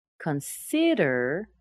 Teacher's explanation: Consider, we hear the primary stress in si, the si.